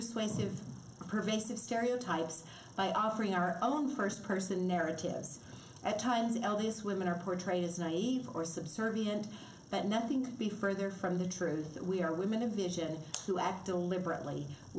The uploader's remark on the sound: It was recorded in front of a live audience